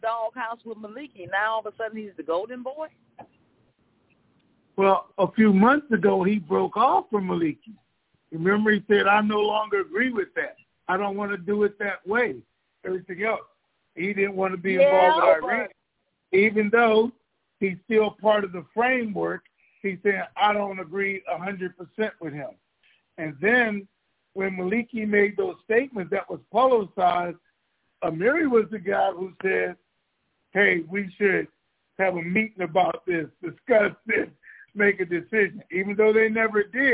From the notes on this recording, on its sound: Conference Call